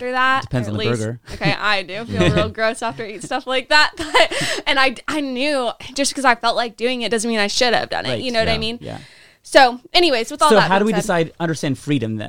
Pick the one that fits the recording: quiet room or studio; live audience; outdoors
quiet room or studio